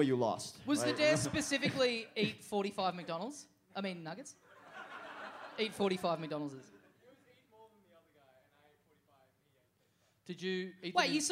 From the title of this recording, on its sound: Live!